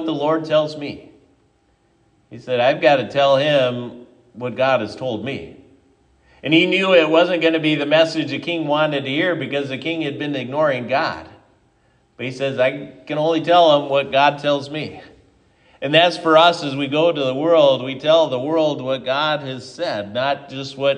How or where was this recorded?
large echoing room